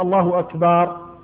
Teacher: وكذلك إذا أدخل الألف على الباء كان يقول الله أكبر، بعض الأئمة يقول الله أكبر فيولد حرف الألف بعد الباء · Term: تمطيط